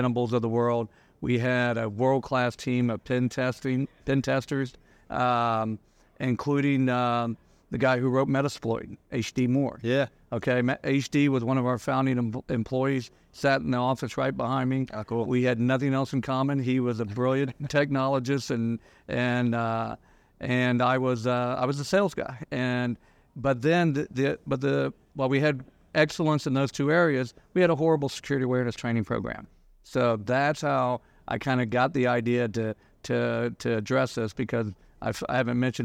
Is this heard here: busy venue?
yes